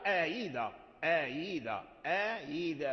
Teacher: إذن فنافع يسهل الهمزة الثانية، فيقرأ آيذا، آيذا، آيذا بين الهمزة والياء، آيذا ماشي هاء، آيذا خطأ لحن، آيذا كما يقرأها الناس آيذا، لا، المسهل لا يرجع هاء، إنما تنطق بصوت ممزوج مخلوط بالهمزة والكسر والياء · Term: تسهيل